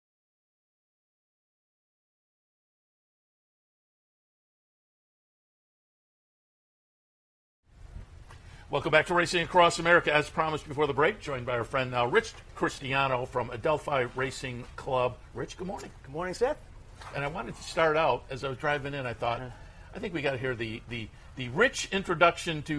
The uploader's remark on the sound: live from Saratoga Race Course